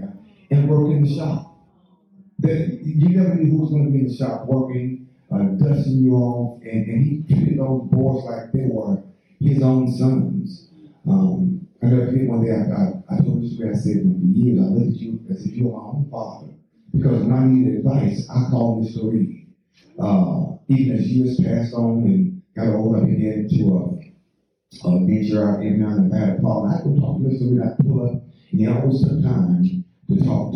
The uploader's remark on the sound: Sorry about the additional background noise. The event was really loud.